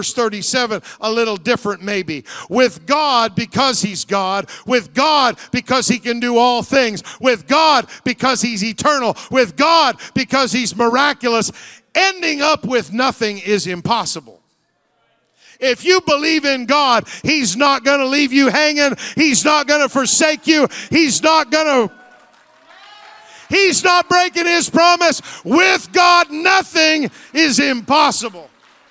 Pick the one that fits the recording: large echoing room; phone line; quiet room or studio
large echoing room